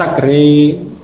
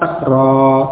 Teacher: Jadi tidak boleh dibaca sakre, harus tetap fathah sakra. · Shown in: second take